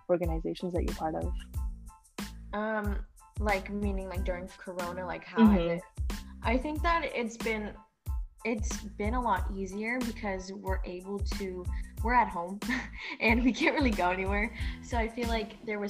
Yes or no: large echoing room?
no